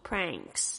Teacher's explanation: 注意一下这个发音，是这个后舌音呢，是 pranks 有一个舌头要后舌必须要抬高，发出这个很浓厚的这个鼻音